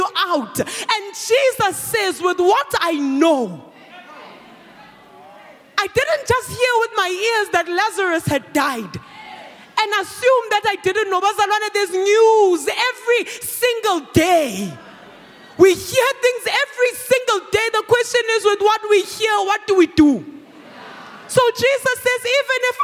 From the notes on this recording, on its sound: preached at our Annual Home Coming Conference, Word Explosion 2022, hosted at Grace Bible Church Pimville on the 15th of September 2022